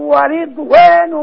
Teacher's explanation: تممي لي كسرة الراء ورضوان